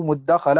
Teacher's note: قلبت التاء دالا لأن الدال مجهورة والتاء مهموسة وهما من مخرج واحد